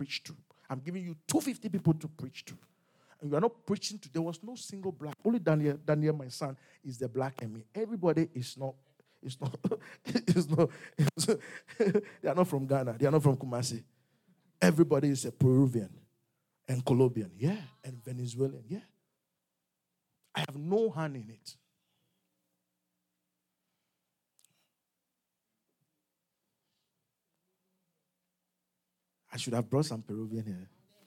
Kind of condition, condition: setting, large echoing room